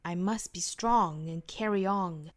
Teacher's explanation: sound, I must be.后面这个 strong 这个词里面有一个 tr 的发音，我们注意这个 r 本身的发音的这个要点，我们之前早读也讲过很多次哈，一个是嘴巴嘟起来，一个是舌头的卷度，这两点都要注意去发出这个 r,再去加前面的 t,就是 tr, strong,后面的 and 这个尾部的省掉， and 这个词呢也是要做弱读的。 I must be strong and carryon，后面这个 carry 和 on 要做连读，然后读成 carry on，加一个小小的耶的发音，这属于呢是元音加元音的连读。大家不要看这个 carry 尾部是一个字母